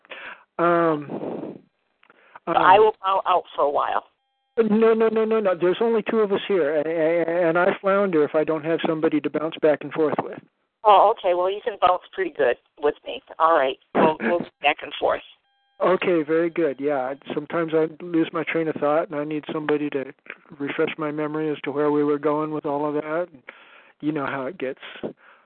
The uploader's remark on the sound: who are scheduled to join with us in this phone-conference